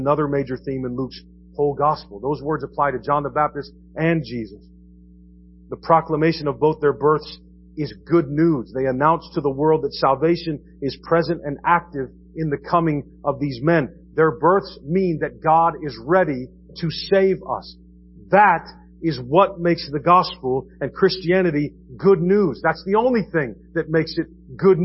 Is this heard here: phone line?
no